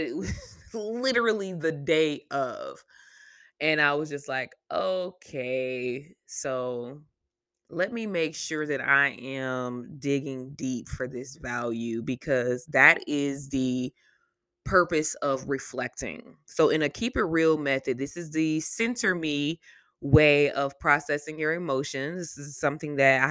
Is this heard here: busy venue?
no